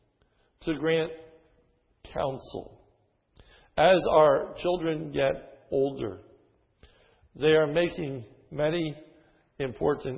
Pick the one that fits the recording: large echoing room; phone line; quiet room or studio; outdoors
large echoing room